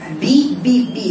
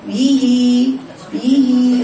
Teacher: الباء زي الميم برضو بانطباق الشفتين · Shown in: first take